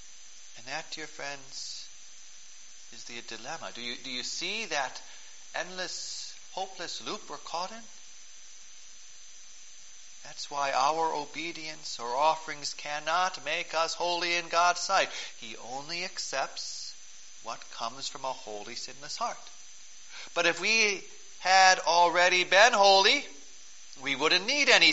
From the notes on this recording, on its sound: Preached on December 23, 2012, for the Fourth Sunday of Advent, at St. John's Ev.